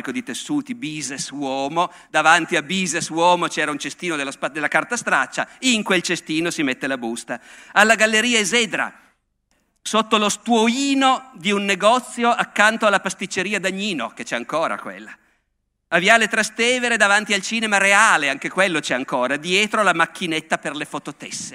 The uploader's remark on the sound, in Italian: Festival della Comunicazione, Camogli 2017.